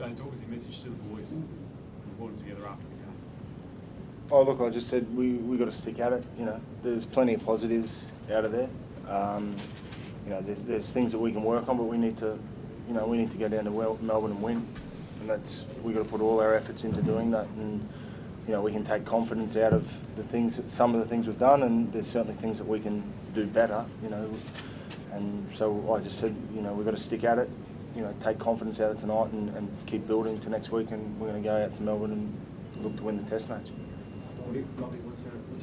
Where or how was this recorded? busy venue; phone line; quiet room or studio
busy venue